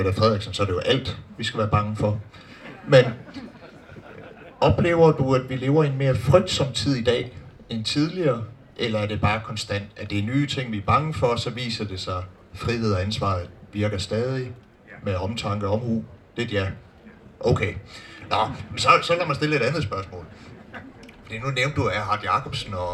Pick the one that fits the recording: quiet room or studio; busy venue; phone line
busy venue